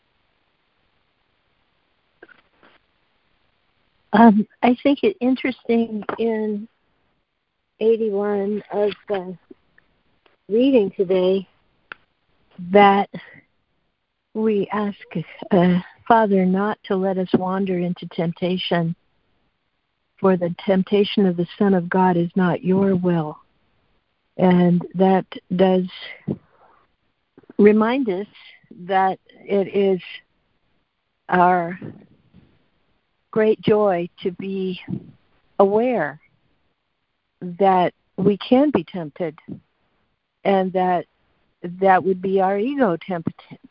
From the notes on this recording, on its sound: ACIM Daily Conference Call